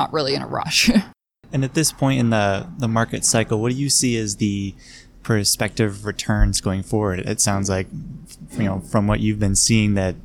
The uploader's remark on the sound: We held our conversation in a quieter area of a shopping mall in Boston so there is occasional background noise.